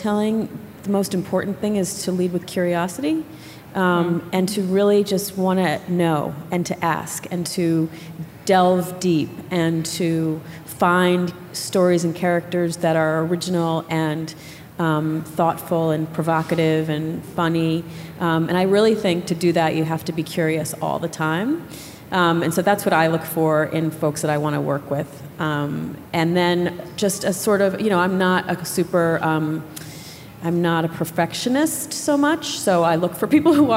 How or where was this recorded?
live audience